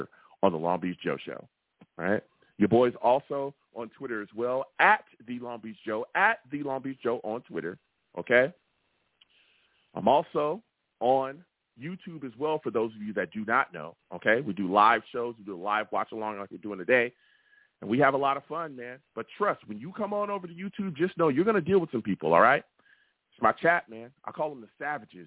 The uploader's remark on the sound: I take live callers!